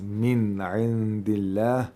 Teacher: The first nun sakina has ilhar because there's a ayn after the nun sakina.